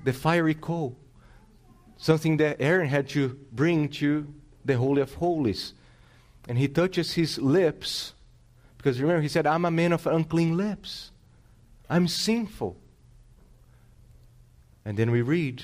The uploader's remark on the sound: This sermon was preached on August 28th, 2022 at Salem Reformed Baptist.